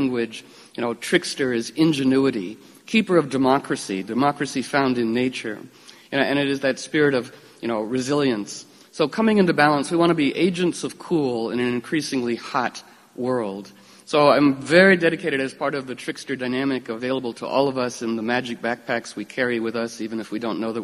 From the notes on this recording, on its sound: Live audio captured at Star Hall from that event.